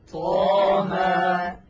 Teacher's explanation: طا بمقدار حركتين لأنه مد طبيعي، وكذلك ها بمقدار حركتين